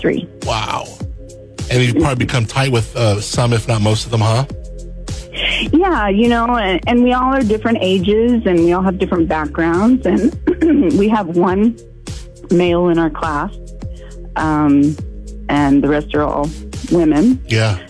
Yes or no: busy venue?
no